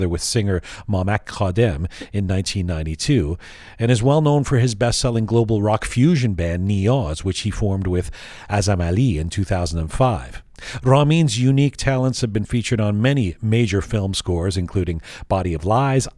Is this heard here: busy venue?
no